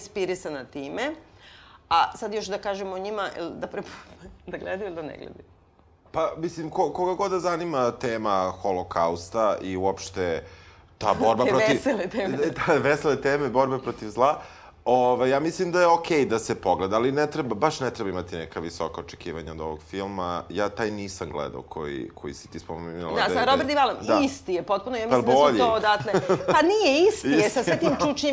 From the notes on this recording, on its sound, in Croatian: Snimanje pred publikom i razgovori nakon snimanja.